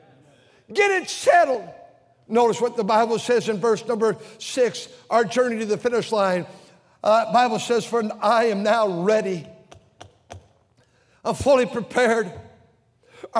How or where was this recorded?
large echoing room